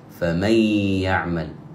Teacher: فإننا ندغم النون بالياء ونغنها · Term: إدغام بغنة